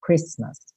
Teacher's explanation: O T não é pronunciado, Christmas, ok?